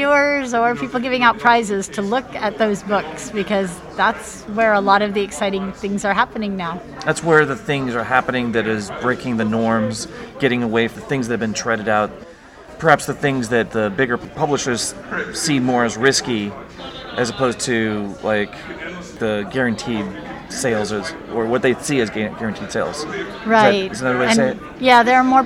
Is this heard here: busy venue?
yes